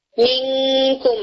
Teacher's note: کاف اور قوف میں آپ کو ذرا اسٹرانگلی ہٹ لگ رہا ہوتا ہے جب آپ اخفا کرتے ہیں. منکم آپ کو لگتا ہے کہ زبان اچھی سے لگ گئی ہے.